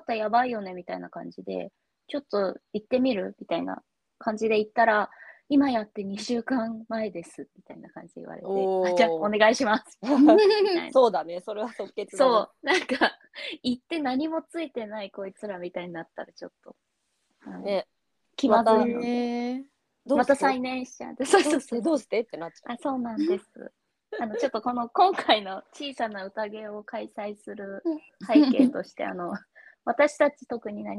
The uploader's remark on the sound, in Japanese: 今回はノンアルリモート収録！